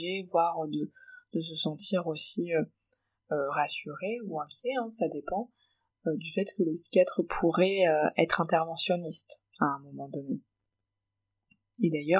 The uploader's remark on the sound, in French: La qualité du son n’est peut-être pas optimale.